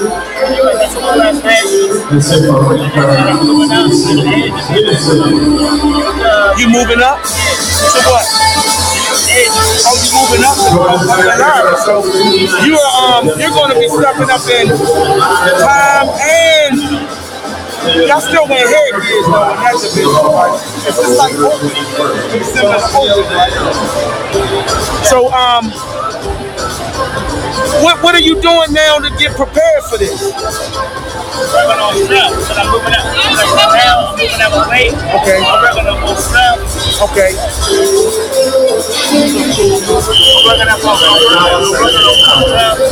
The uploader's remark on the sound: LIVE AT JETER PROMOTIONS (LIVE ! PRO BOXING AT MARYLAND LIVE HOTEL AND CASINO)